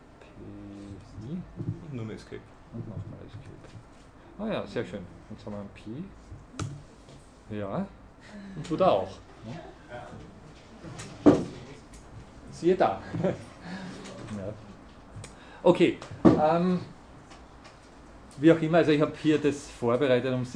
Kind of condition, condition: setting, large echoing room